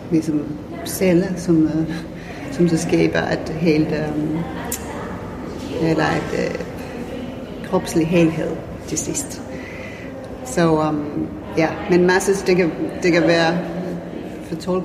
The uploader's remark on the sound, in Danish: Vi tog på Thorvaldsens Museum hvor der udfoldede sig noget helt specielt. Vi gik ind i museets store haller uden at vide hvad vi gik ind til. Vi blev hurtigt overvældet af museets overdådige store rum hvor enhver lyd gav ekko i en næsten himmelsk klang. De store rum hvor der var højt til loftet, befolket af de utallige gigantiske statuer.